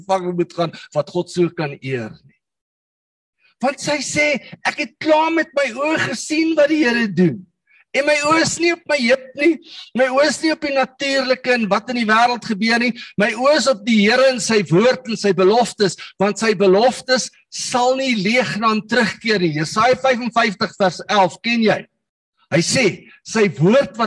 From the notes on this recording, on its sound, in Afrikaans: Manne van die Woord Zoom Byeenkoms.